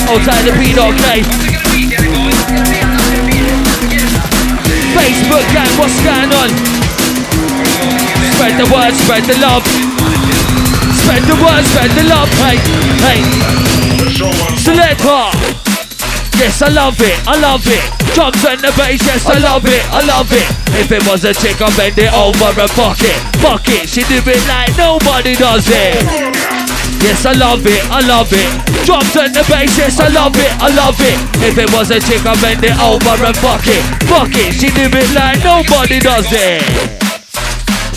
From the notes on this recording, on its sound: Recorded live Rough Tempo - 30 Jan 2018